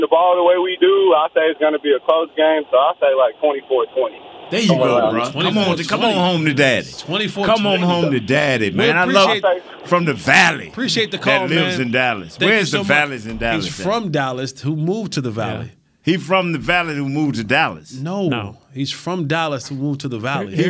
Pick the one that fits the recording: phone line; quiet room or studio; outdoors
phone line